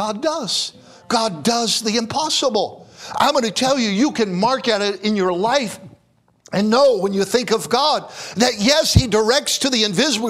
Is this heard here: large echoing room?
yes